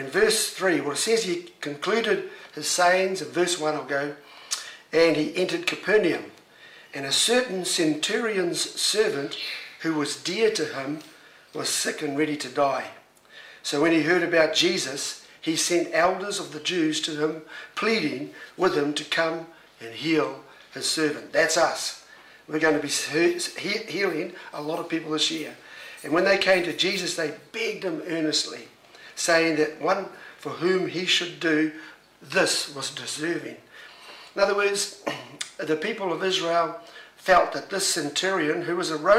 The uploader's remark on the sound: Was recorded live at Destiny Church Auckland.